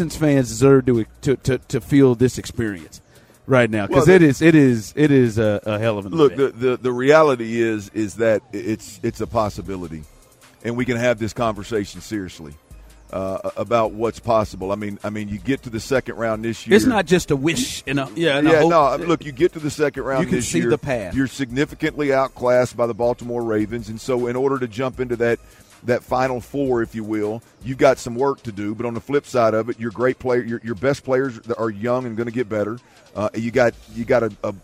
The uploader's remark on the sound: THE DRIVE is LIVE for a full week at Radio Row in Vegas!